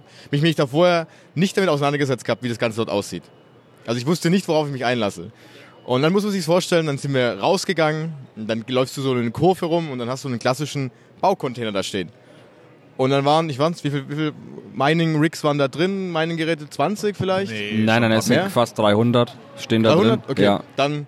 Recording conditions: busy venue